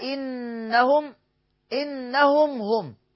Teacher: إظهار شفوي يعني الميم الساكنة لوحدها والهاء لوحدها